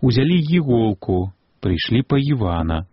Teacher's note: Допускаються тут і вимовлення з йотом перед «і».